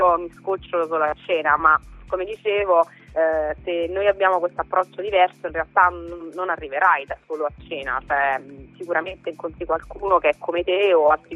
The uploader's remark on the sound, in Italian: Al Telefono